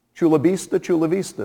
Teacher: people who speak Spanish, who don't distinguish between Chula Vista with a V and Chula Vista with a B